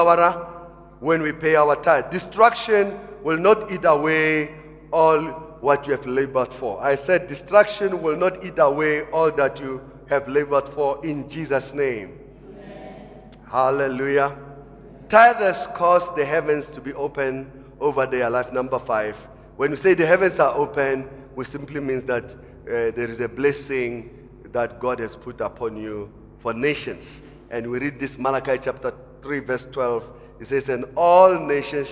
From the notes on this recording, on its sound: Preached at Emmanuel Christian Church, Arcadia Campus, First service on the 29th of October 2017.